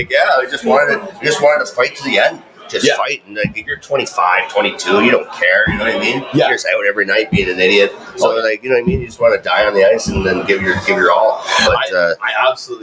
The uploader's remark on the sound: Live from The Locker Room Studio in Bottomline Sports Bar